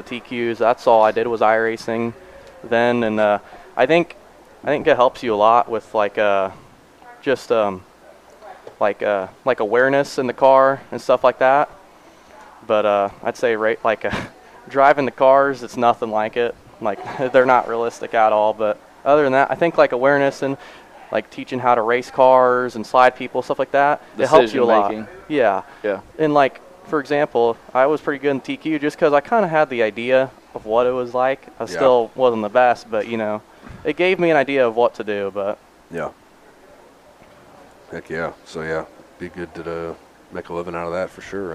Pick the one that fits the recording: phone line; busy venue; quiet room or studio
busy venue